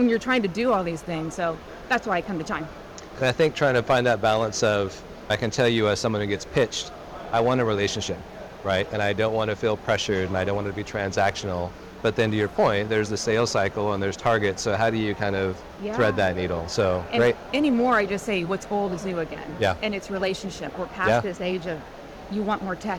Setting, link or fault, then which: setting, busy venue